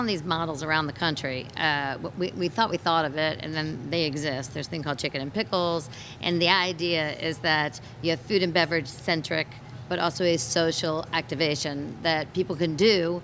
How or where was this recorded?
busy venue